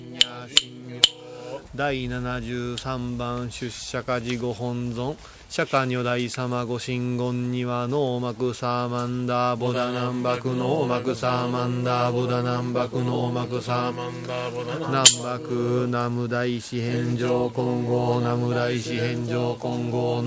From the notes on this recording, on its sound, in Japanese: 小雨交じりの霧が立ち込める中での収録でした。